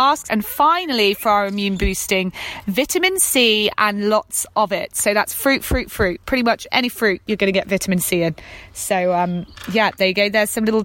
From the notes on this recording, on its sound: I actually recorded this episode outside so you may hear a little blackbird putting in his two pennies worth!